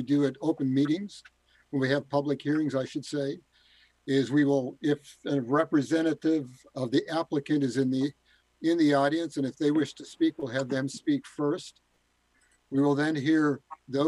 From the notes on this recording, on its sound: This is a regular meeting of the City of Midland, Michigan Planning Commission. This was an online Zoom webinar brought to you the MCTV Network and the City of Midland.